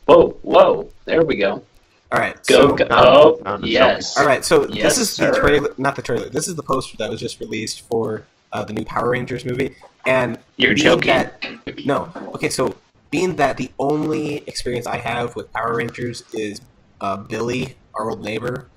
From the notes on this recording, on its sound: our audio quality needs improvement